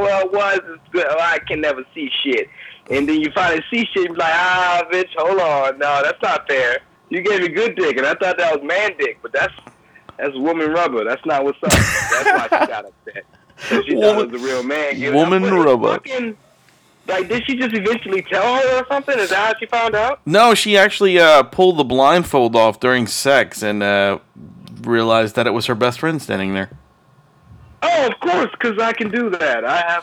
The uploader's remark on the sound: joins the guys through his string and tin can telephone